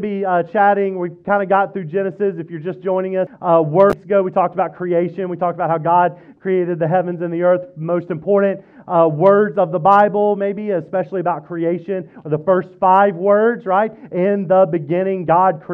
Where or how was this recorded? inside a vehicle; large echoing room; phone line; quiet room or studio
large echoing room